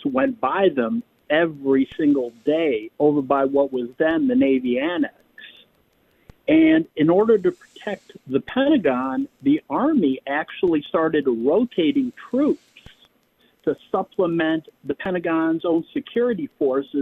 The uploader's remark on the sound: continues to take your phone calls